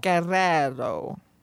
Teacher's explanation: It's a rolling R and then a not rolling R. Guerrero. The second one doesn't roll.